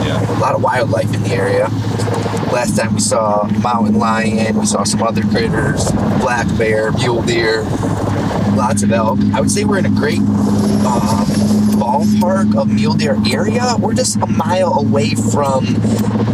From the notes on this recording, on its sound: On this episode we take you in the truck ride out west to Colorado for the boys archery elk hunt.